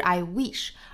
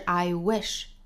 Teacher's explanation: Wish 是嘴型稍松的一个短元音 i · Shown in: second take